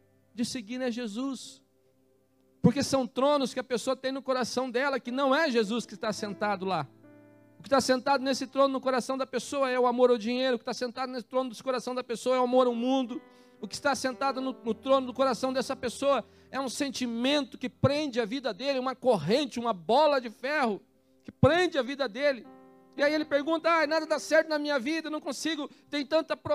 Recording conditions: large echoing room